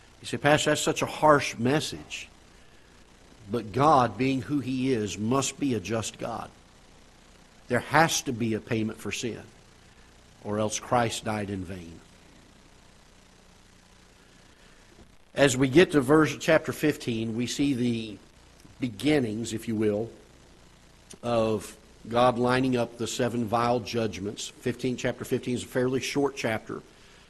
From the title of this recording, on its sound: Ketha Heights Baptist Church ~ Live Broadcast